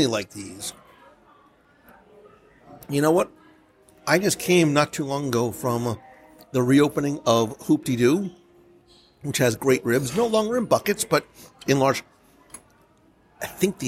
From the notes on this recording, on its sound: Territory Lounge at Disney's Wilderness Lodge Live Review. Come with me this week to one of Walt Disney World’s delicious hidden gems - Territory Lounge at Disney’s Wilderness Lodge for a live review of a lounge menu.